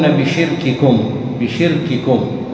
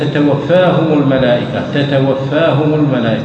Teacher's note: الرخاوة هي جريان الصوت والشدة انحباس جريان الصوت، والكاف والتاء شديدتين، فإذا لم تراعي الشدة جرى الصوت معهما فيصيران رخوان، وهذا خطأ.